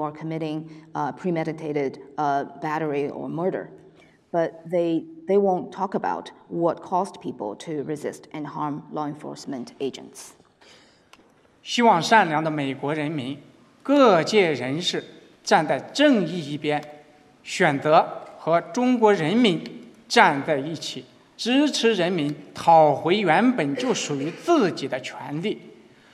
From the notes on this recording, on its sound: Public lecture. Sponsored and organized by the Witherspoon Institute, the lecture is co-sponsored by the James Madison Program in American Ideals and Institutions at Princeton University.